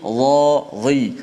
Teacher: Eh, menggunakan nipis pada dha yang berbaris di bawah dia akan menukarkan menjadi huruf zal kerana dha dengan za tu makhrajnya makhraj yang sama hujung lidah di bawah gigi atas kacip